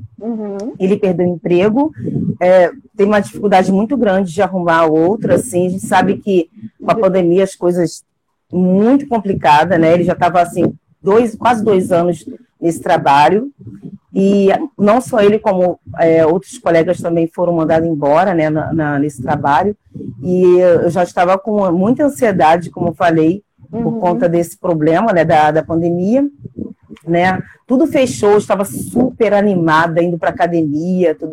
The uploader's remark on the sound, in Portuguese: em uma live especial no Instagram